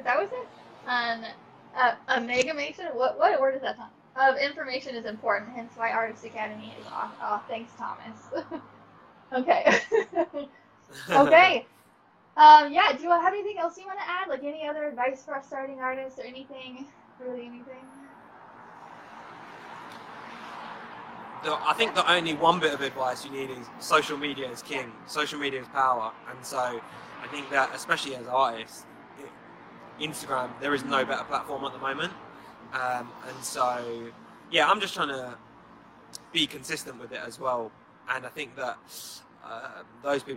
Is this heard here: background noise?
yes